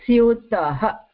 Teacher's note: So we add the visarga, and the visarga will take the sound of the previous vowel, which is an a